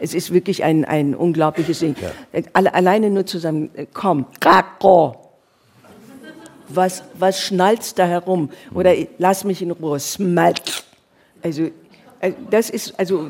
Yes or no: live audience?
yes